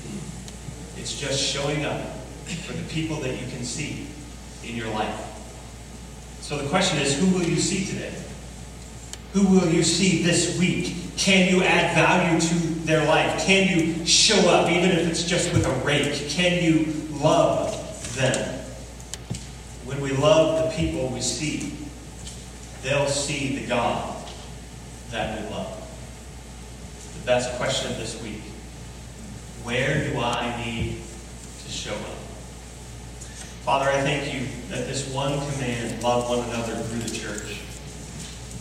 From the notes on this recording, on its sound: We apologize for the lacking audio quality in this week's sermon.